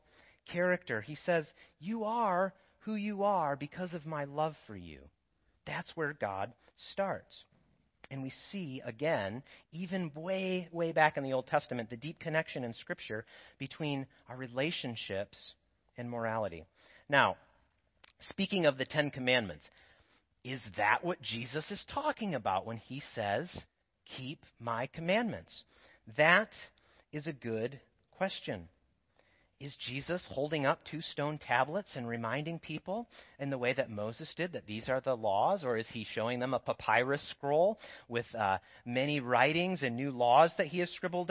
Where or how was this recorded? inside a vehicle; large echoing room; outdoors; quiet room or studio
large echoing room